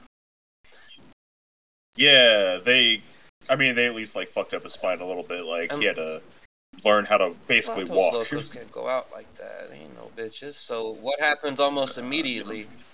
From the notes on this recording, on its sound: we apologize if the quality isn't typical, we're trying a new recording set up